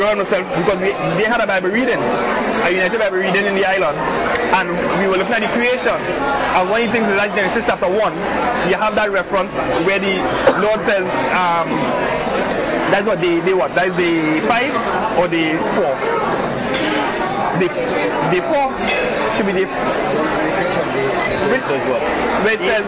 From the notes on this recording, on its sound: recorded in a Cracker Barrel restaurant